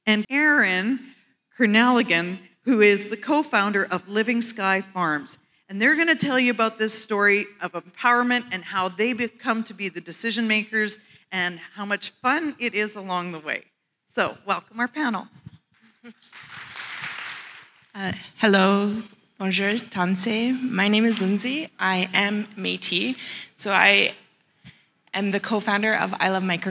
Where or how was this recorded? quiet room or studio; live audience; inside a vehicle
live audience